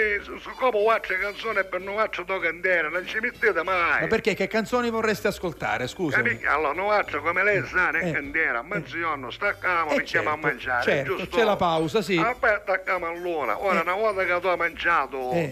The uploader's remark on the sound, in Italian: Ogni tanto si fanno sentire al telefono per raccontare le vicende che accadono quotidianamente.